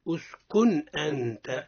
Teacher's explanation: أظهرنا النون من غير غنة · Term: الإظهار